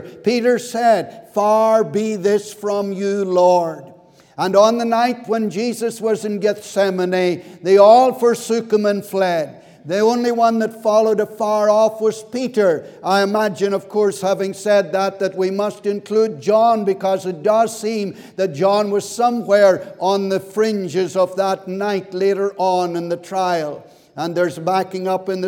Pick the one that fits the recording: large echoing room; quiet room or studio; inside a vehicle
large echoing room